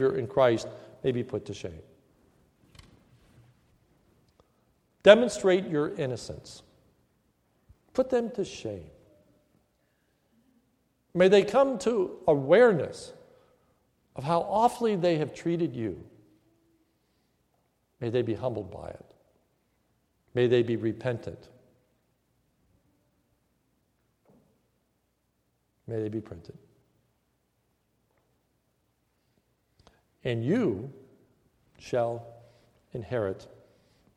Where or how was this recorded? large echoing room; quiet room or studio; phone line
large echoing room